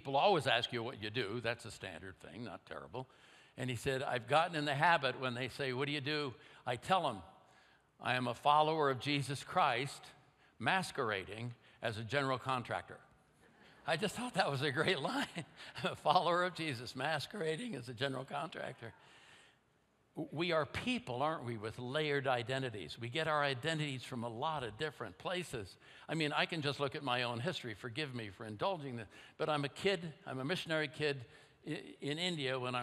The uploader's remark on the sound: at Timberline Church